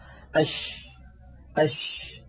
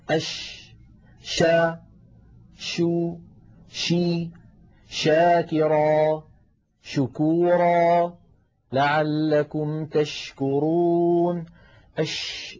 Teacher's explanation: تجدون بأن صوت حرف الشين ينتشر الصوت في الفم · Term: التفشي